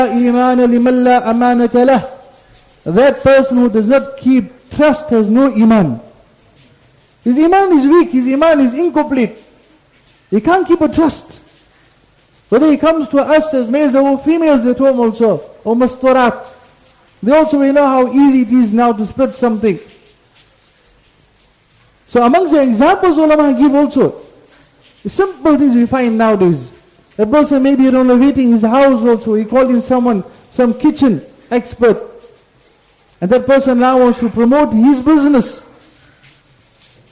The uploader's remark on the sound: Jumuah Lecture